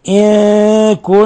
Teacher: نون ساكنة جاء بعدها الكاف، إخفاء حقيقي. نون مشددة من لفظ كن تغن مقدار حركتين.